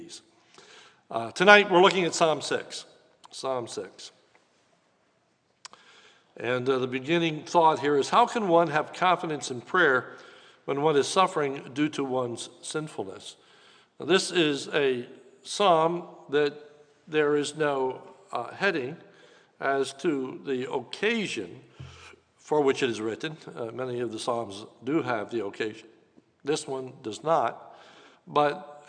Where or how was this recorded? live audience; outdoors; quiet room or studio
live audience